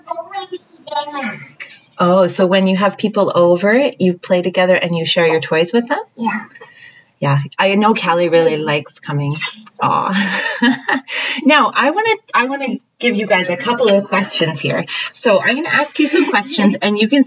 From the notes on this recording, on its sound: Sound quality on this episode is a bit iffy as we are still learning about mic set up and editing.